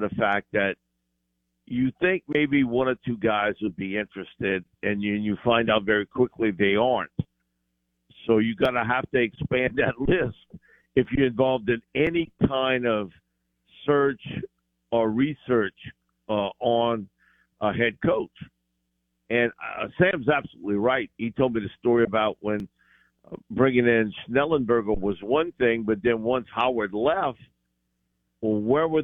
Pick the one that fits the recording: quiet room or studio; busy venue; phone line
phone line